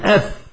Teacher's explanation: والفاء تخرج من بطن الشفة مع أطراف الثنايا المشرفة